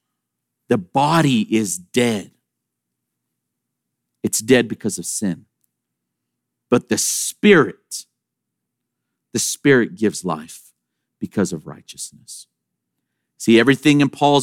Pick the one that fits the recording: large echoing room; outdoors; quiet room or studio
large echoing room